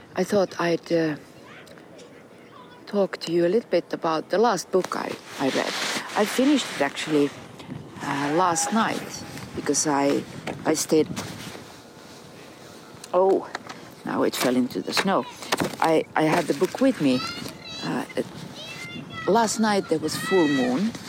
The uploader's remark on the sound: Pondering With A Pine In The Park. A series of conversations recorded with a pine tree in Kaivopuisto Park in Helsinki.